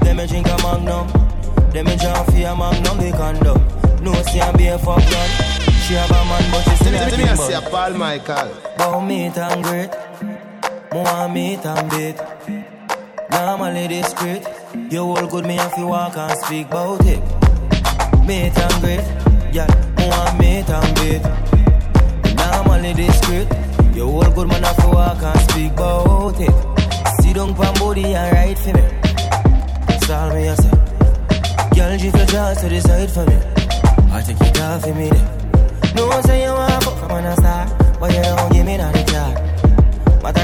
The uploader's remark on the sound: LIVE AT ISLAND SATURDAYS ON APRIL 29TH